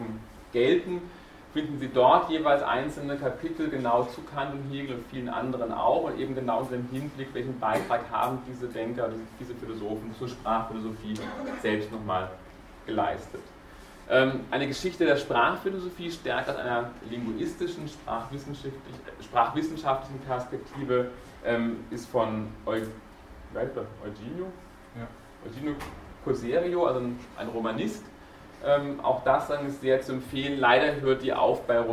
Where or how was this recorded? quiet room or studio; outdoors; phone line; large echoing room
large echoing room